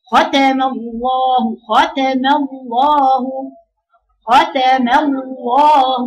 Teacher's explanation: كانك بتقراي لامين، لام مشدده، لامين، الاثنين مفخمتين يا بنات